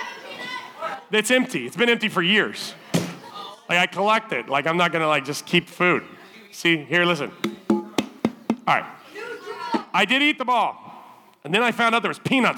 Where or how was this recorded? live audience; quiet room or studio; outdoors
live audience